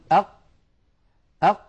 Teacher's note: تجدون بأنه لا يمر نفس أبدا ولا يمر صوت أبدا أق ينقفل مخرجها انقفالا تاما فهي حرف مجهور ليست من حروف الهمس وهي حرف شديد لأنها من حروف أجد